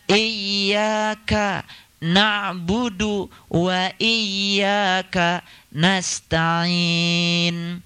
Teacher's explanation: i itu memang harus tasdid itu. Memang harus ada tekanan.